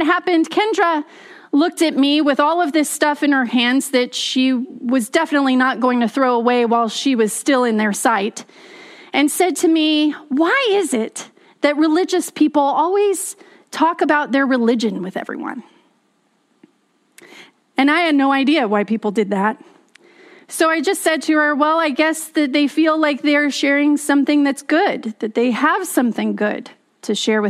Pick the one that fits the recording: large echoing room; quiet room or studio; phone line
large echoing room